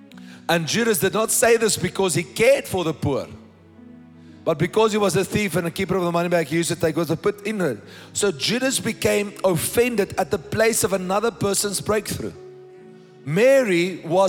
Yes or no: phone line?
no